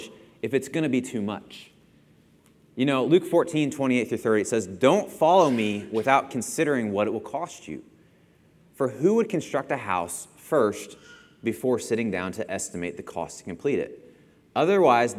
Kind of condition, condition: setting, large echoing room